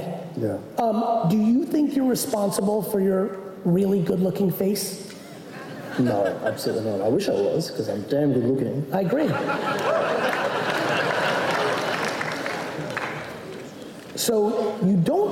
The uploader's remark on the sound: The Q&A portion of a talk I gave in Sydney, Australia for the Mindset Matters conference earlier this year. I answered questions from the audience.